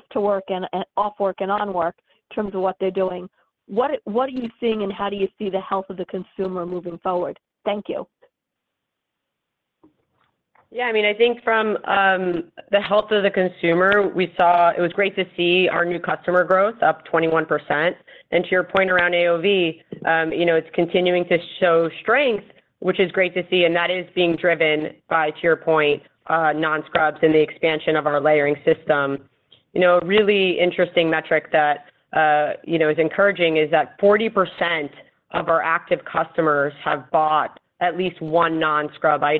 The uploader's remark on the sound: Earnings Conference Call